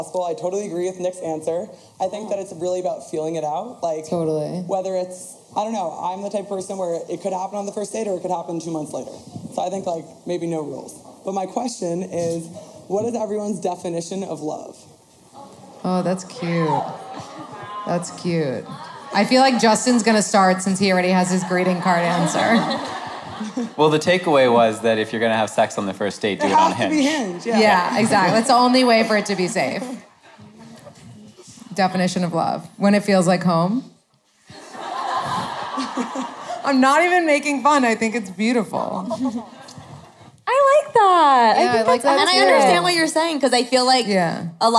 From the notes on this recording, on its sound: Live Podcast at Bowery Ballroom.